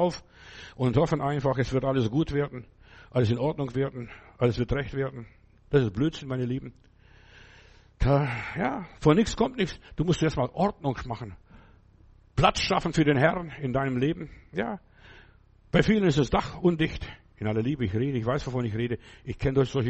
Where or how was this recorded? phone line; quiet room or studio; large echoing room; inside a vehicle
large echoing room